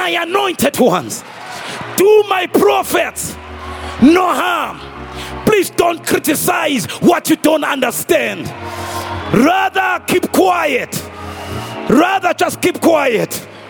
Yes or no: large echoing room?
yes